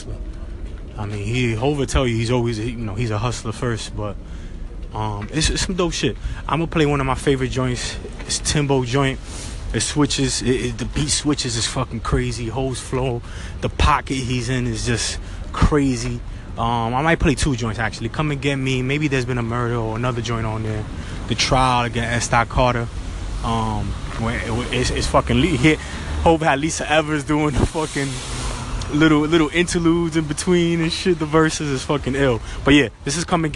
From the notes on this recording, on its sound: Recorded a lot of this episode running around in the street, so don’t mind the sounds in the background!